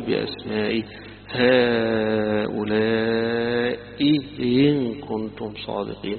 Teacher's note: والأزرق يقرأها بتسهيل الهمزة الثانية